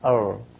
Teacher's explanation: الراء الغربية ما فيها تكرار آر يعني ما هي آر ما فر ما في تكرار هذا.